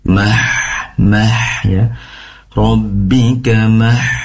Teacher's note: pastikan H ini berasal dari tenggorokan bagian tengah. Dan sifat, salah satu sifatnya adalah hames, mengalirkan nafas.